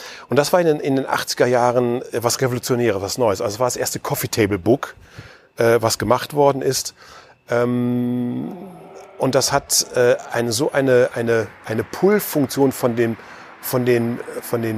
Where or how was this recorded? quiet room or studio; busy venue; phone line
busy venue